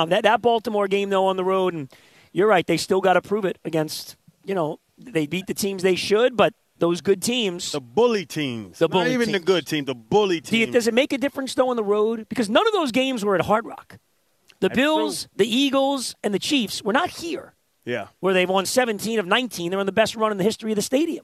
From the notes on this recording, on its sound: live at Amerant Bank Arena